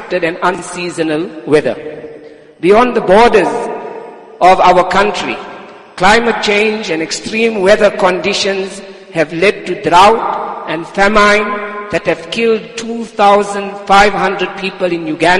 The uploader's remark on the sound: Jumuah lecture at Masjidus Salaam, Musgrave 20 Jan 2023.